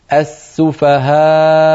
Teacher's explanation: بقفل الوترين الصوتيين في الحنجرة، السفهاء، فإذا قفلنا الوترين خرجت الهمزة الساكنة